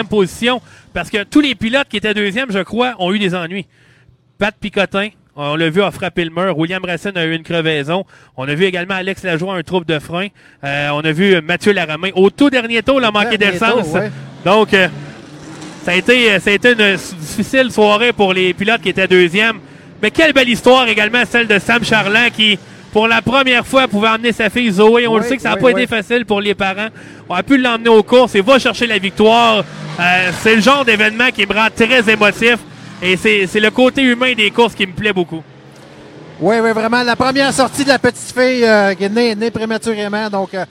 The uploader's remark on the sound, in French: Nous sommes en direct du Rpm Speedway pour lancer officiellement le Défi Urbain Chevrolet. Les pilotes invités qui participeront aux courses qualificatives sont en piste pour se familiariser avec les voitures avant la course de samedi soir.